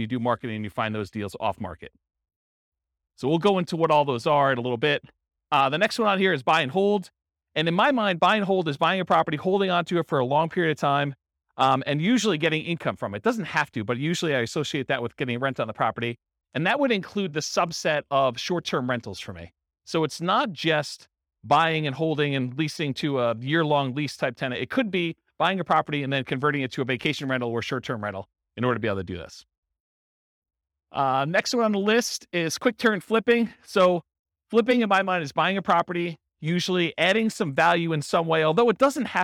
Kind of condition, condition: setting, live audience